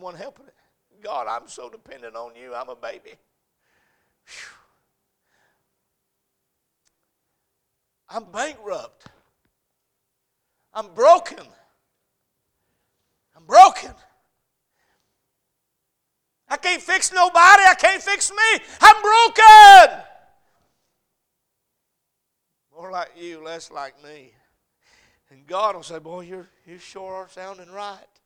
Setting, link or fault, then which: setting, large echoing room